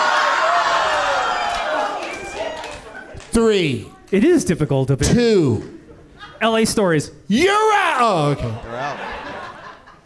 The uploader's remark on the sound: Live from Cafe Istanbul in New Orleans